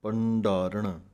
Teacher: भब्बे दे उत्ते पूरी टिप्पी नू बोल के डड्डे दी आवाज़ कढ़नी है